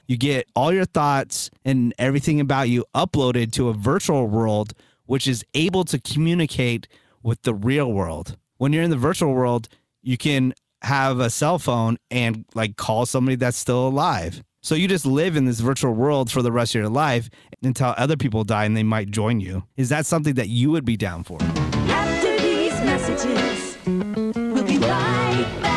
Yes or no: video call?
no